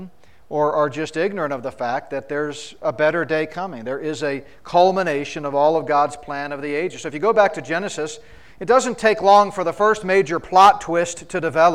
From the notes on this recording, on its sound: spoke at the 2023 Solid Bread Prophecy Conference in Fort Collins, CO.